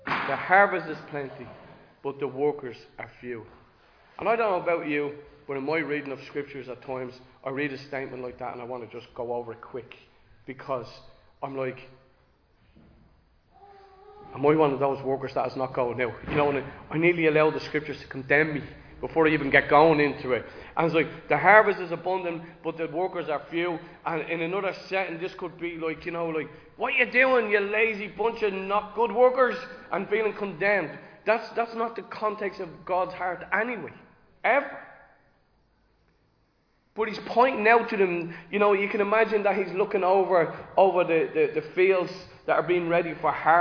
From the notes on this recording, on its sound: Recorded live in Liberty Church.